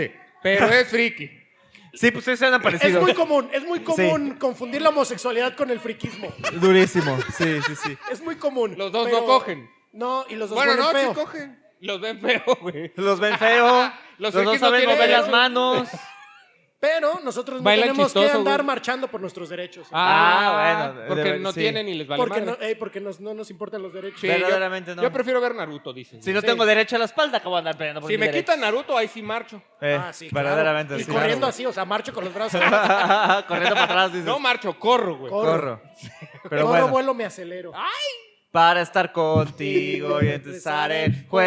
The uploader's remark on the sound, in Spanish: podcast grabado en vivo